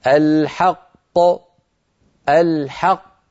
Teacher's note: لا شك بأن الأولى لم تقلقل، لو قلقلت تقولنا الحقق وهذا لا يفعله عاقل، فالقاف الأولى مدغمة في الثانية والثانية هي الموقوف عليها وهي التي تقلقل